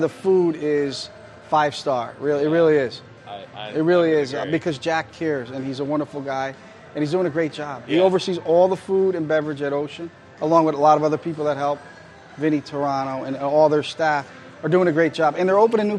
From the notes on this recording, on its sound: At Ocean Resort Casino. Independent Podcast Conference. To Ocean Resort Casino in Atlantic City, NJ this year!